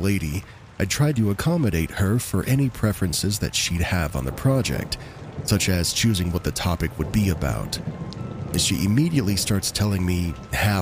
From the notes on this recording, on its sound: Rain sounds in the background will help set the eerie mood as we dive into these true horror stories.